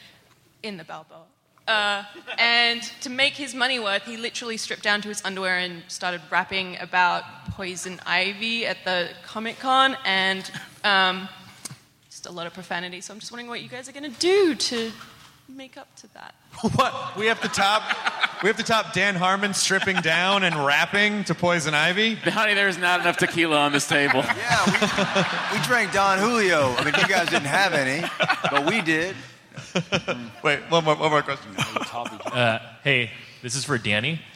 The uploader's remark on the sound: It's the first show from SDCC 2016 at the Balboa Theater! Takes some questions from the audience.